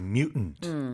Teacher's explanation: North Americans will, of course, soften that first T and say mutant a lot of times, right?